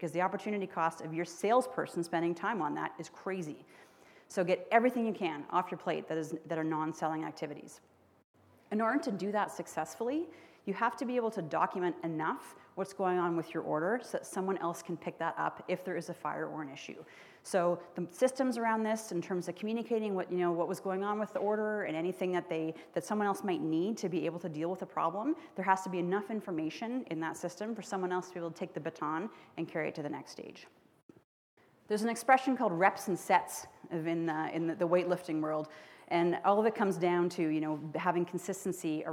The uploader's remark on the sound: spoke to an audience full of entrepreneurs at our skucon conference in Las Vegas